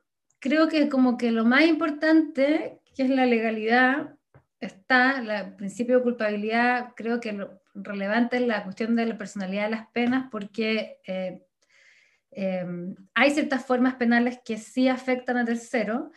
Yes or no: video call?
yes